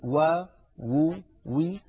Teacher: هذا كلام على سبيل التغليب، وإلا فإنه لا بد من ضم الشفتين في الواو المادية. وبالنسبة للواو المتحركة نعم إنها من الشفتين، ولكن يصاحب ذلك تذبذب للوترين الصوتيين في الحنجرة. هذا دليله الحس، يعني لا يحتاج إلى براهين، فليجرب كل منا أن ينطق واما بدون أن يضم شفتيه فلا يخرج صوت واو صحيحة، قد يخرج صوت أعوج عن الفصاحة، ولكن الواو الفصيحة صوتها أن تضم الشفتين.